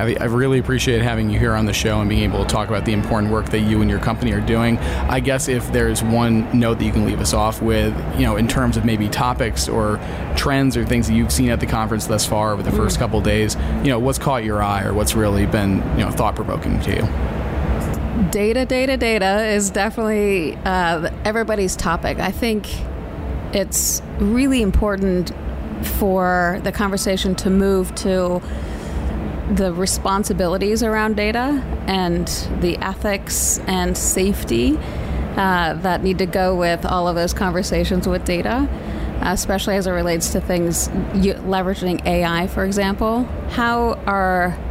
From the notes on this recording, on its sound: HLTH 2022 Takeouts. Recorded at HLTH in Las Vegas.